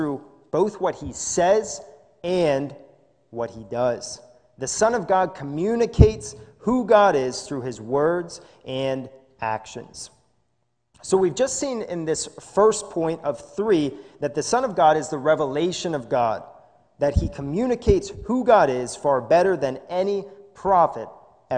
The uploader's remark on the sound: This is a sermon recorded live in the Lebanon Bible Fellowship Church in Lebanon, PA on 11/29/2020 during the morning service